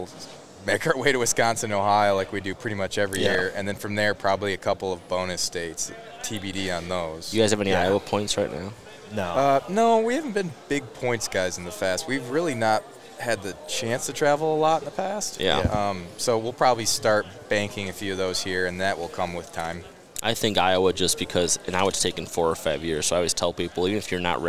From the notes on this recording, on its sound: at the Great American Outdoor Show in Harrisburg